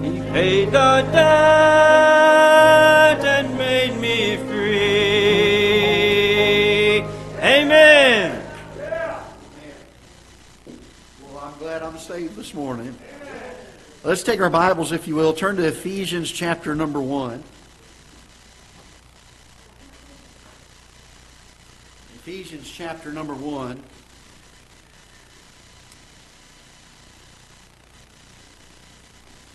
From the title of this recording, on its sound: Ketha Heights Baptist Church ~ Live Broadcast